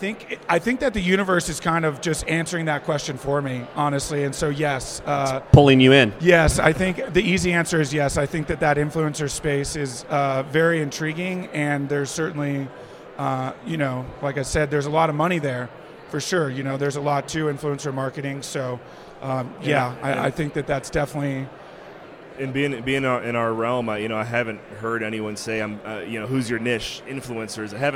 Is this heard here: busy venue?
yes